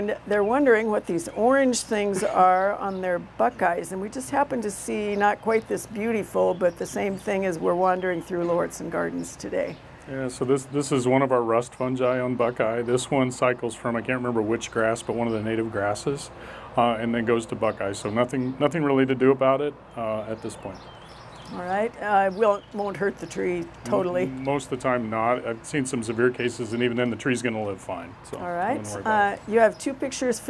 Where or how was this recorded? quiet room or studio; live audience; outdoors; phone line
outdoors